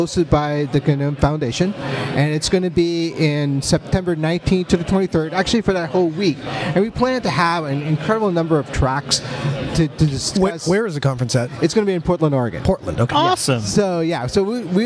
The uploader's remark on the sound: Our biggest live event yet, from the floor of LinuxFest Northwest 2016.